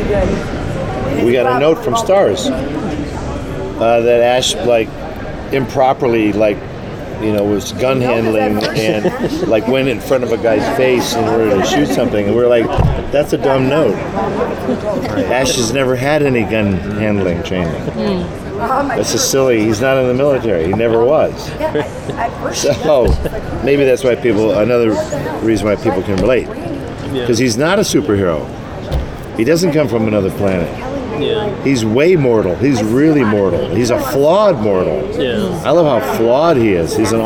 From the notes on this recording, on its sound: Taped before the start of season three of Ash Vs The Evil Dead. Sat down at New York Comic Con.